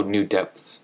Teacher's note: I think you can kind of mush those sounds together, the P, the TH, the S. You don't have to go depths.